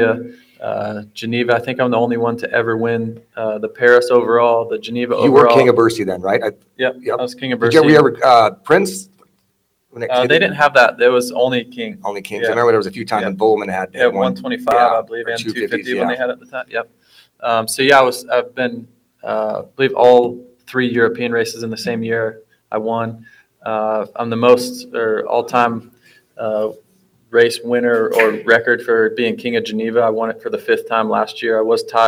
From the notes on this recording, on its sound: Listen as the guys wrap up the after party of the Brayton Shootout from Pole Position Raceway in Grimes, Iowa.